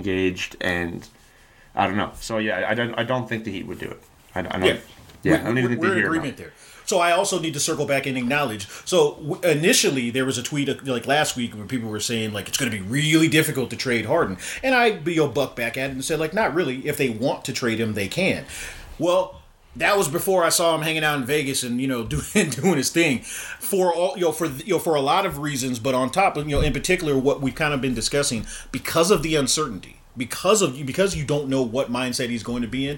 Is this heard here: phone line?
no